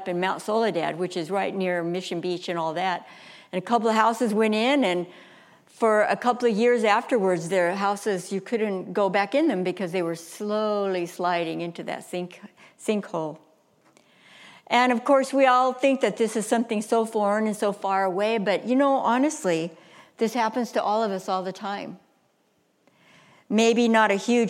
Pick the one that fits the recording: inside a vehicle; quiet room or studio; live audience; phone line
live audience